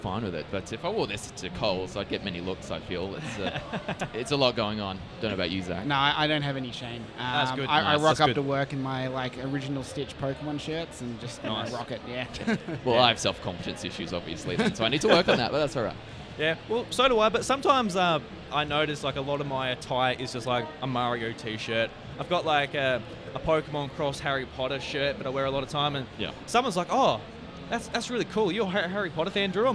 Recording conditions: busy venue